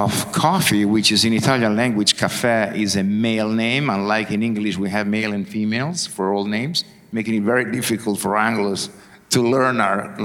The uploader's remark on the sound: Recorded at the European Coffee Symposium 2023 in Barcelona. Recorded at the European Coffee Symposium 2023 in Barcelona.